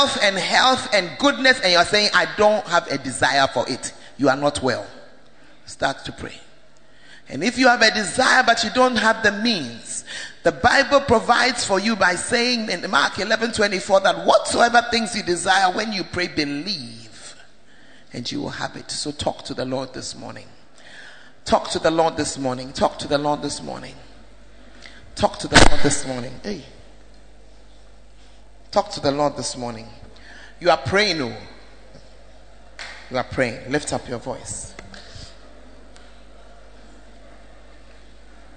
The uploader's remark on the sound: preached in First Love UCC